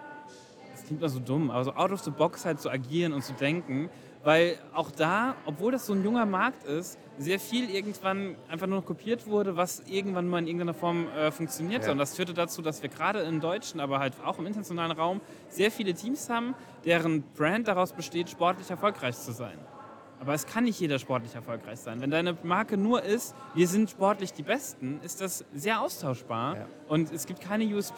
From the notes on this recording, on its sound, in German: Herzlich Willkommen zur Live-Aufnahme unserer packenden Podcast-Episode, direkt von der BRANDmate und aus dem Podcaststudio der Spielwarenmesse !